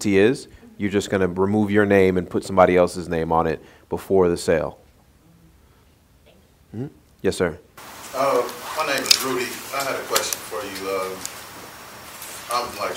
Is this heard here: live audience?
yes